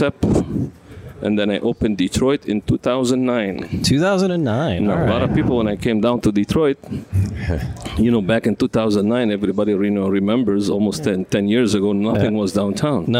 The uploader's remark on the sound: We broadcast live at La Casa